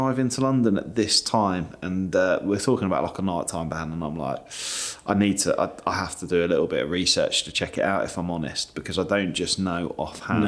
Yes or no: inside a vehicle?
no